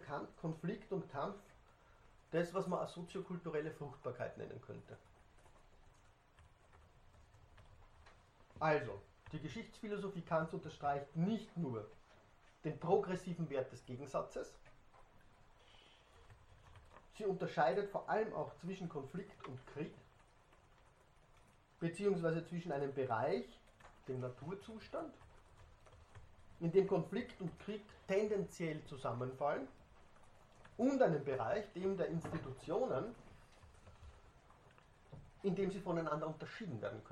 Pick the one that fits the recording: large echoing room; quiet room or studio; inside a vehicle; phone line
large echoing room